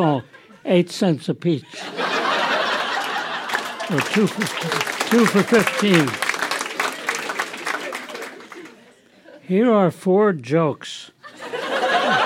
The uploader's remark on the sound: Recorded live at Yuk Yuk's in Ottawa, ON.